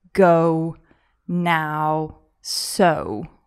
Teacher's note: in words like go, now, so, we put this W at the end. · Term: W sound at the end